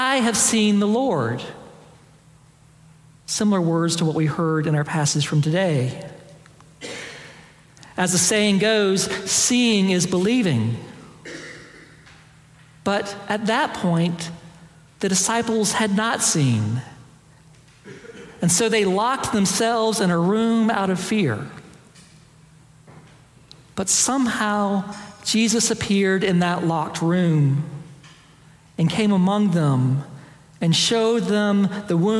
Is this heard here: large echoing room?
yes